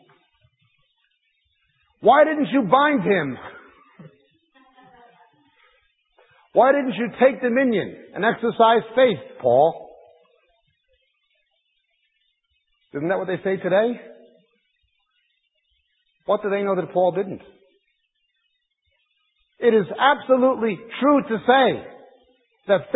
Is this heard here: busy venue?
no